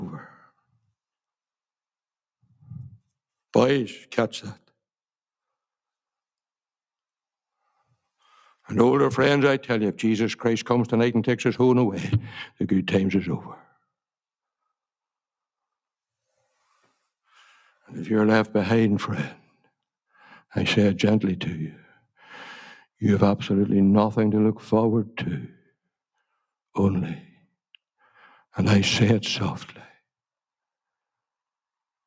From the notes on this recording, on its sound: Gospel Audio Recording from Ballyclare Gospel Hall